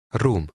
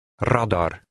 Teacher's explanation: In Hungarian, the R is always rolled.